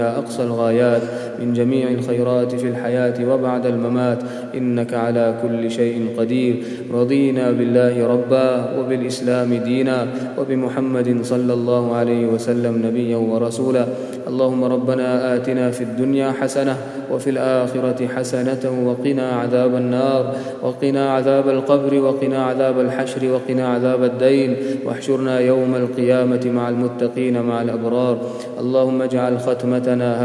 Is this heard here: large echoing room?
yes